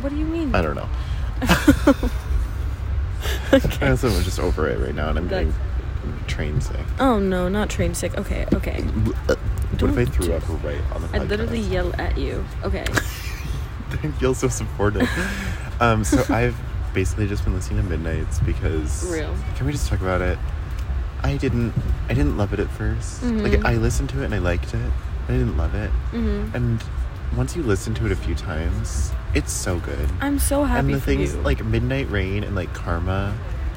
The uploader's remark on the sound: We figured we would just record on the train because...